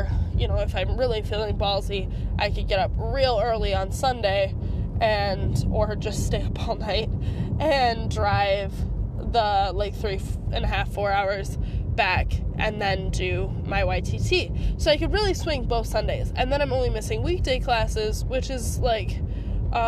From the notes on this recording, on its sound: Audio journaling in my car